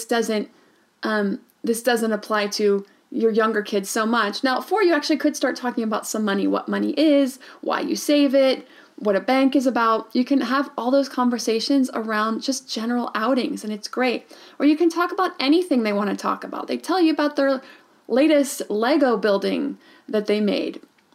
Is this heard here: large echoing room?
no